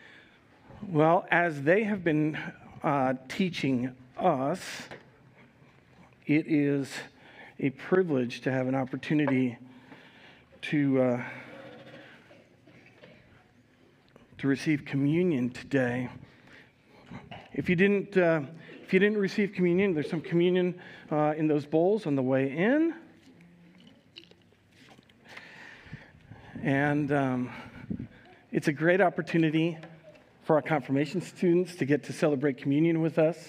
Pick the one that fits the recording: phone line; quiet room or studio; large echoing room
large echoing room